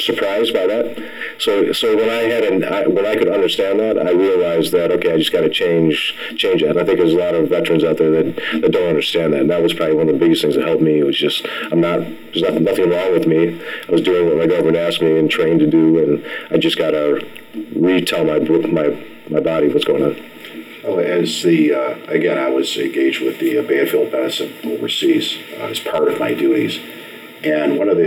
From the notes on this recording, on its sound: APOLOGIES FOR THE SOUND QUALITY-TECHNICAL DIFFICULTIES BEING WORKED ON.